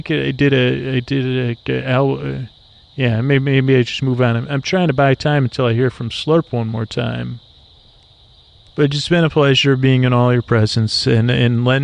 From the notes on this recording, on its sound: On Location. An ambient episode recorded on the edge of dusk in Florida, listen a rest as I listen and comment on the sounds of the swamp.